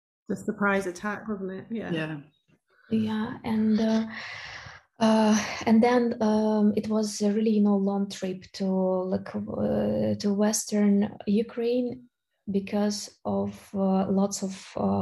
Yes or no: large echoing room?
no